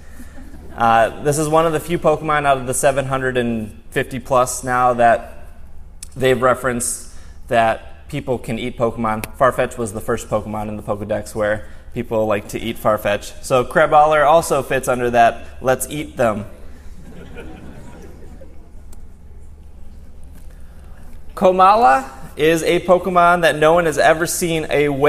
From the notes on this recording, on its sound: Live Show. Live from PAX West 2016. This entire show was live in front of an audience and live on Twitch.tv!